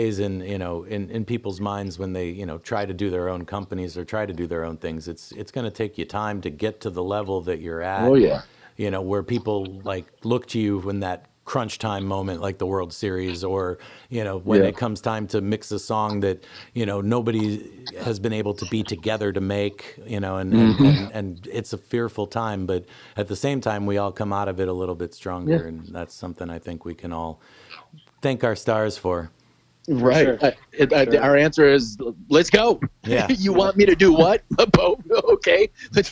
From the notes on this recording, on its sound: This was done using a conference call as we are all quarantined at the time due to the Virus.